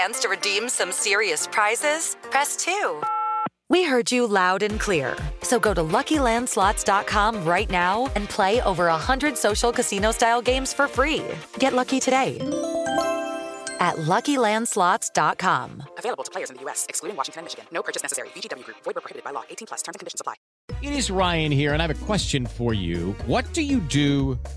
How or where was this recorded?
phone line